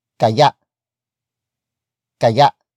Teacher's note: Kaya is spelled as K A Y A. Note the glottal stop at the last vowel.